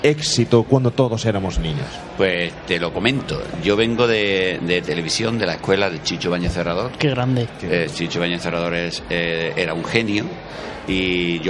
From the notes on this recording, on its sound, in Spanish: Certamen Audiovisual de Cabra. Grabada en la 24 edición del “Certamen de creación audiovisual de Cabra. Hasta el certamen nos desplazamos parte del equipo.